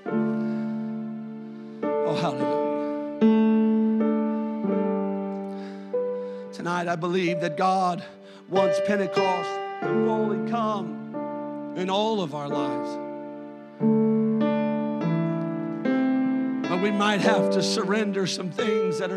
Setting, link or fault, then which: setting, large echoing room